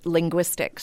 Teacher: we are really not fine with g-w at the beginning of a word, but we allow it in the middle of a word